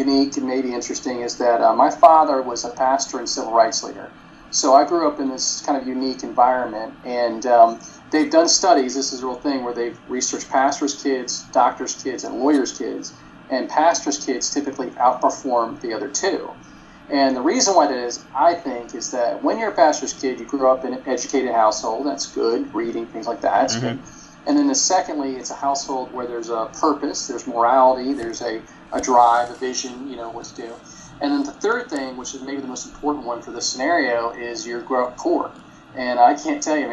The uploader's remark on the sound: Let me just go ahead and apologize now for the bad audio quality! I forgot to turn the ac off before recording and didn't think it would turn out this bad.